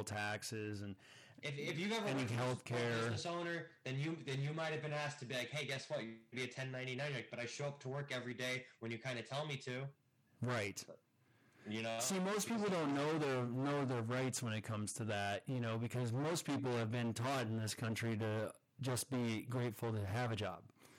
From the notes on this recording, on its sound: This week we had some technical difficulties which made the recording a bit distorted. We tried our best to clean up the audio in post-production, but issues still exist.